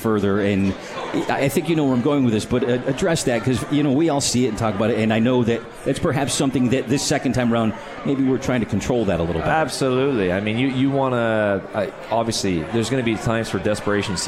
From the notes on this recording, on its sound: live from The 72 Tavern